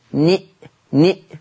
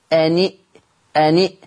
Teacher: شبكت النون المكسورة في الهمزة